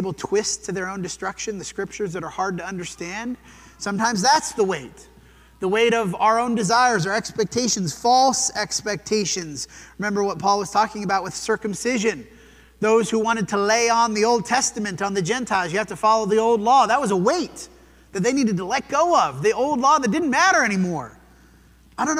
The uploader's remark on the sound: This sermon was preached at the Dewey Church of Christ on March 26, 2023.